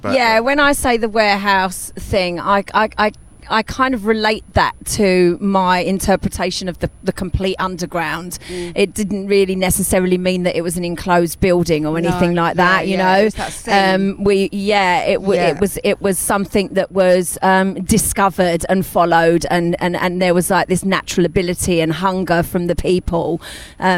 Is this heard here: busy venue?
yes